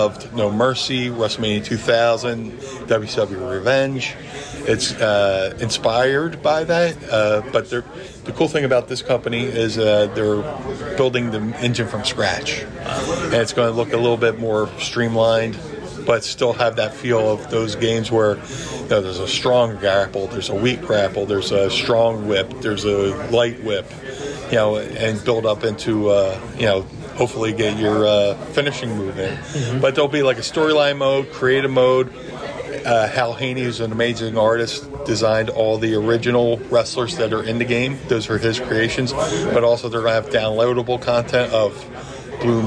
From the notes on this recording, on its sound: live on site at Starrcast in Chicago